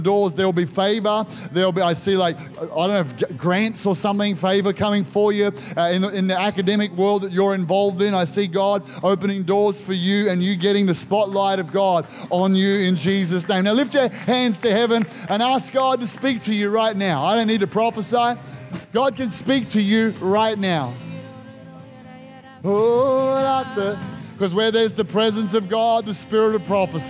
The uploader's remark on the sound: This was recorded in our 9am service